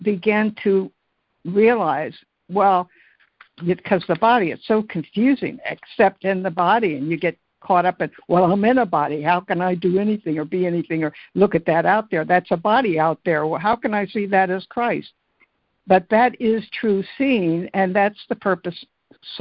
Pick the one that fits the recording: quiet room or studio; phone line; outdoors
phone line